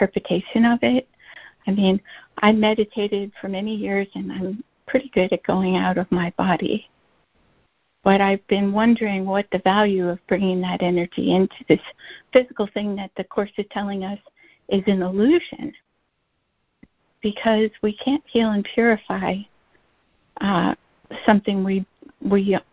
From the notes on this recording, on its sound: ACIM Daily Conference Call.